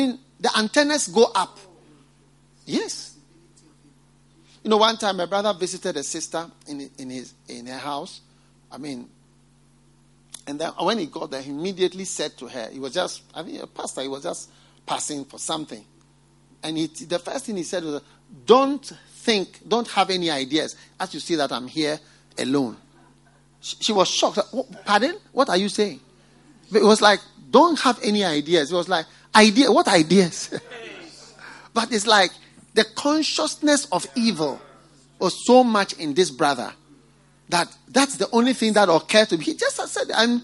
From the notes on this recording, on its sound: Preached at the FLOW Service, First Love Church.